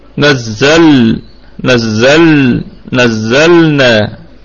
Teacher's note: نراعي فيها صفة البينية بين الشدة والرخاوة